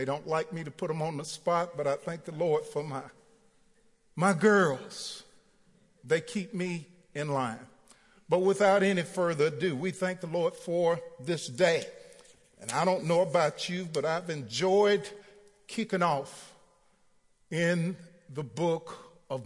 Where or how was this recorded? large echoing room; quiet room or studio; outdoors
large echoing room